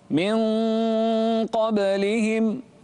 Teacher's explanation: فخم الإخفاء واجعله أقرب إلى الإظهار